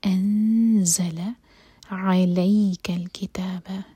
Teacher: زا پر buzzing sound اور نون کی آواز کو چھپائیں گے اور زا کے لیے زبان تیار رکھیں گے، زا کے لیے اخفا.